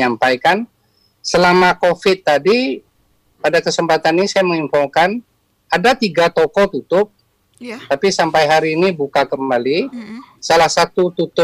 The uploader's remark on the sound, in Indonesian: Video Conference. Via aplikasi Zoom.